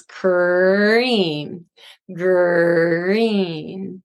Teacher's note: First, the K and G. You have the lips retracted and you also have the tongue pulled back because they're velar sounds.